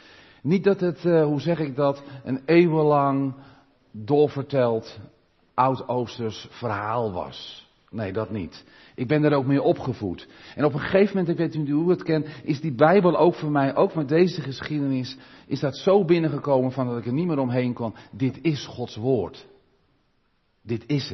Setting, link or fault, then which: setting, large echoing room